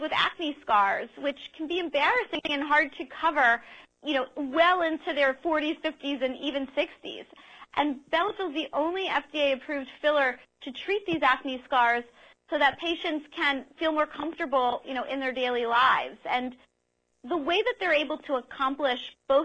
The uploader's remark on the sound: Skype Guest. Phone guest.